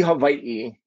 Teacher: I always tell my students, if they forget to write the okina, then I make a little coughing sound to make sure, put that okina, put that glottal stop in there for Hawaii, and feel that, what that feels like and what that sounds like.